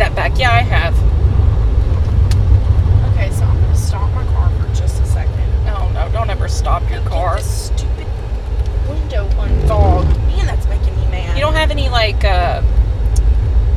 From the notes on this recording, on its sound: take the show on the road and give you a audio tour of some of our favorite places